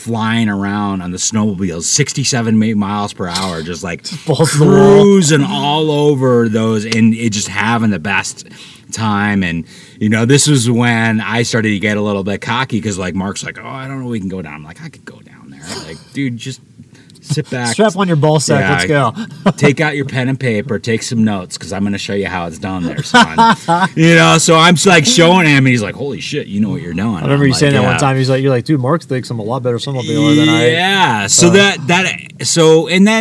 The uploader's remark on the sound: from camp in Bears Ears National Monument